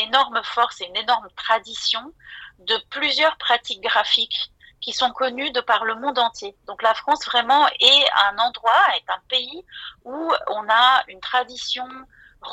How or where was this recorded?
phone line